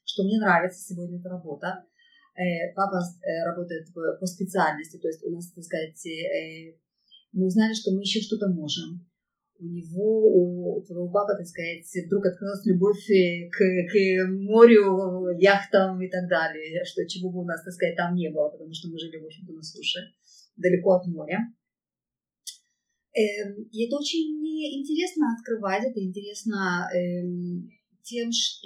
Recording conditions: background noise